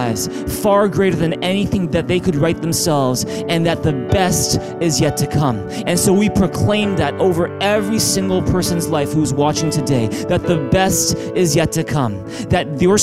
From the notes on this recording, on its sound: Streamed on July 19, 2020 at THRIVE Church Vancouver, Canada